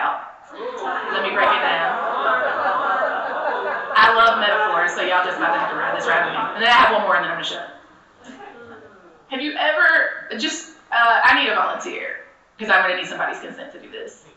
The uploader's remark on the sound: session recorded at Socialism 2022